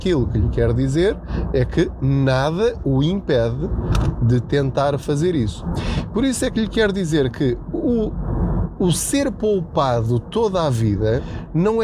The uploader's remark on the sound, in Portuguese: Não ligue aos barulhos da viagem.